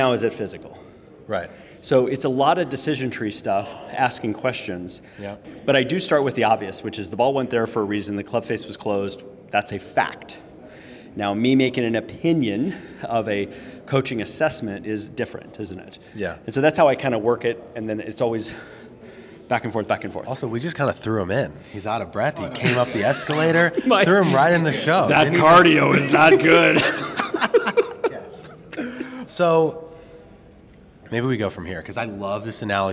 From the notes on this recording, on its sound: LIVE from the PGA Show